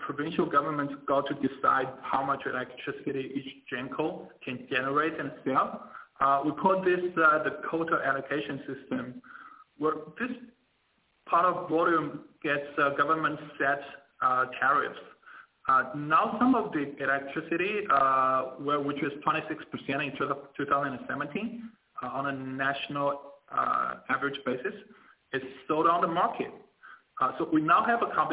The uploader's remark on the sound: Teleconference Replay: China's Power Reform by Fitch Ratings.